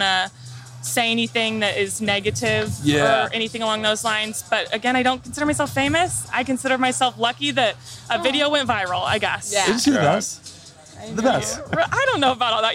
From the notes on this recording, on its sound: At Fenway Park in Boston for this week's episode!